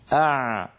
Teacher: فهكذا لما يرجع لسان المزمار يتضيق المخرج فيخرج صوت العين الفصيحة سواء كان ساكنا أو متحركا